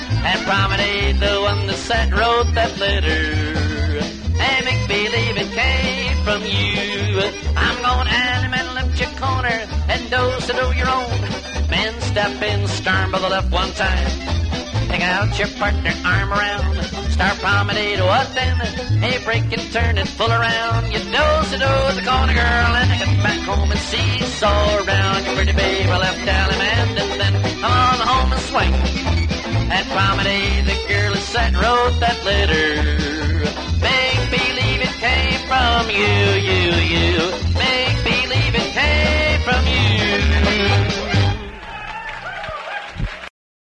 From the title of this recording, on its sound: Live Dance Recording